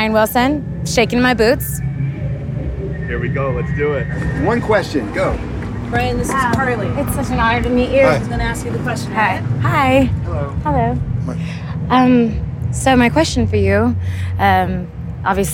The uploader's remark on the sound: At Pitchfork Music Festival. We recorded even more podcasts backstage at Pitchfork Music Fest.